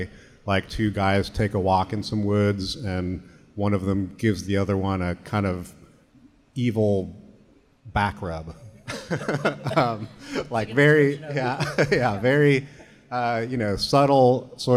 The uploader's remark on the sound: We feature a conversation from Pickathon 2022. Literary Arts partnered with the Pickathon music festival to program on-stage author readings, and for a live recording of The Archive Project at the Lucky Barn stage.